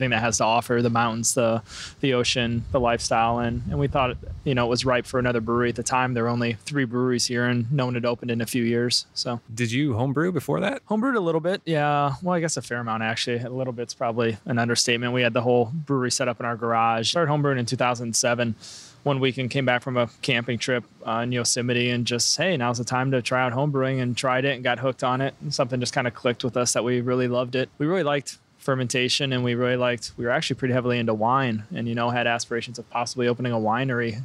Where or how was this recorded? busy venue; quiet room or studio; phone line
busy venue